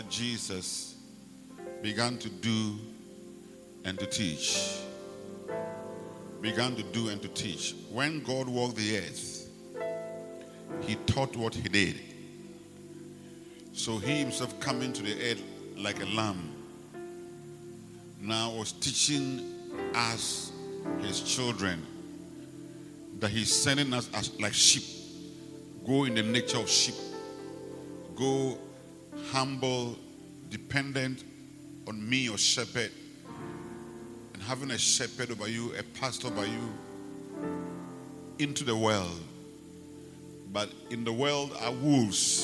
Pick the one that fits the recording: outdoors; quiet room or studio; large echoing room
large echoing room